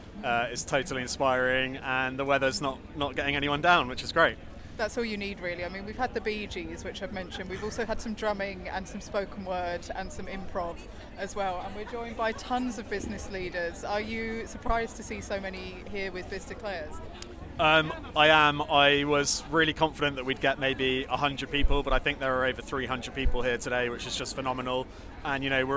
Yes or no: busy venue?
yes